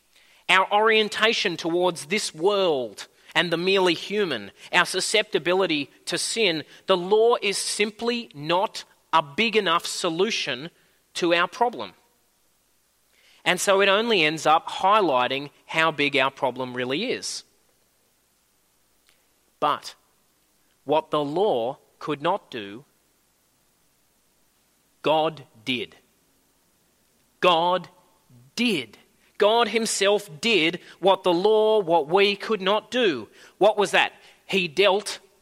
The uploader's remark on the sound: At a Church in the Graveyard service